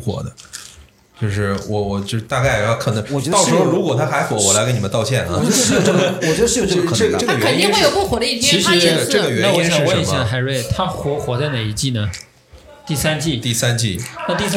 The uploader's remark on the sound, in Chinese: 由于录制现场有一些嘈杂背景音，后期无法处理，还望听友见谅